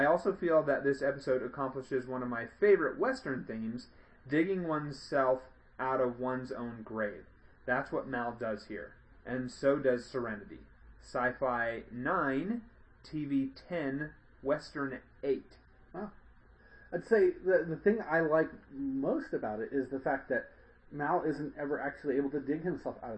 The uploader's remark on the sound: Sorry about the bad sound quality. It was a new mic.